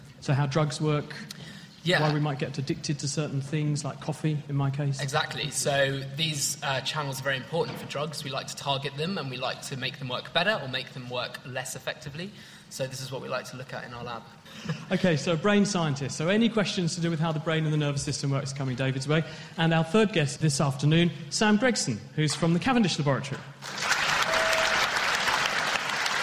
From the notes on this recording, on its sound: BANG! Naked Science Festival. The Naked Scientists take to the stage for the Cambridge Science Festival 2013.